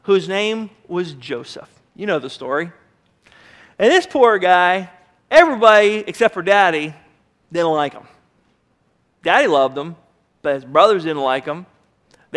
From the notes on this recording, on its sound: Sermon was recorded May 03, 2009 at Northside Baptist Church of Elkhart, Indiana